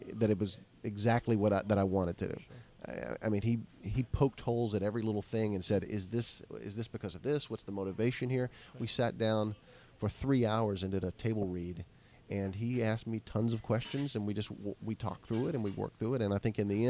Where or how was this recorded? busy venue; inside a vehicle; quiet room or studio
busy venue